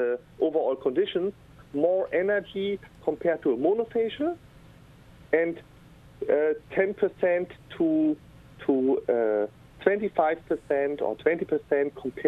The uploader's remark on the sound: special call in guest